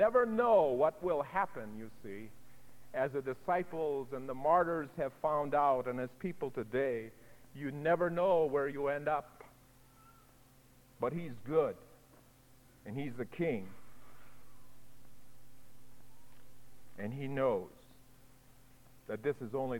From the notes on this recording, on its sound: delivered at Vision Of Glory Lutheran Church on April 19, 1987